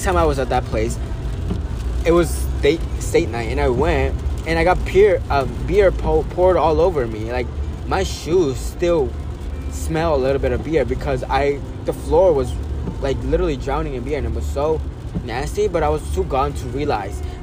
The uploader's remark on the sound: Sorry for the background noice and the constant waze mf telling me directions…